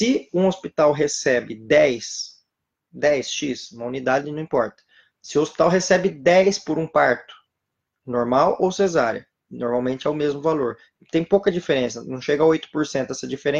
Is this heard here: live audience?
no